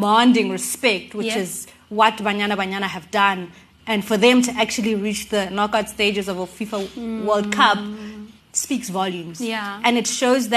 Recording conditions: live audience